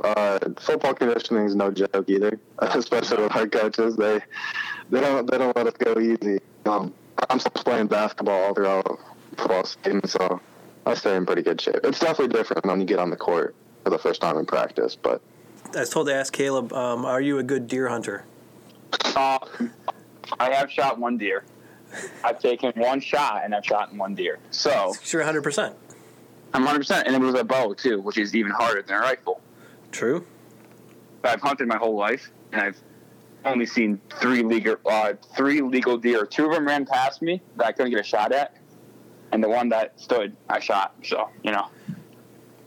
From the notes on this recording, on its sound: Manage to somewhat overcome both some gnarly winter weather and a few technological hiccups. On the phone — which is the backup to FaceTime which is the backup to in-person.